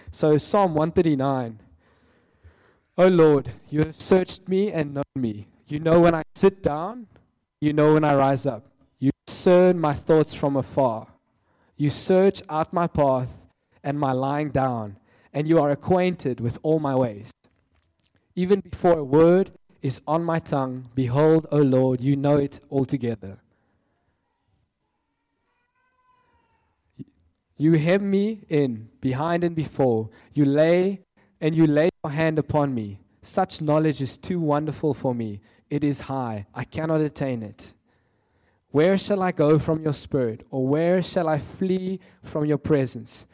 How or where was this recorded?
large echoing room